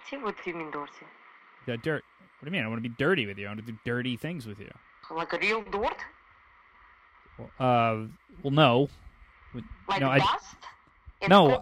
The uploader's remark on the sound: After a few minutes he gets lonely and makes a call to a phone sex operator.